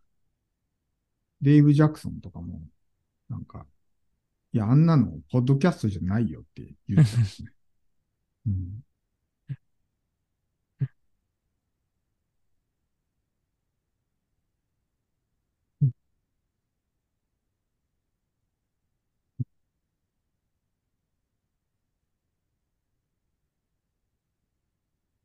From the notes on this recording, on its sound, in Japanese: ZOOM個別相談（スポットコンサル）の音声をシェアします。ポッドキャスト用に収録したものではないので、一部聞き取りづらいところがあります。